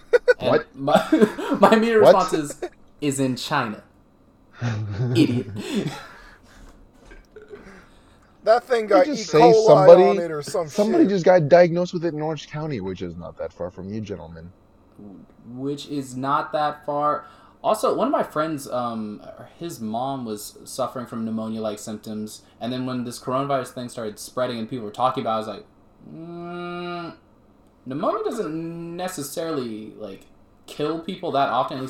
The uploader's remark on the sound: We are aware there is an echo with the audio.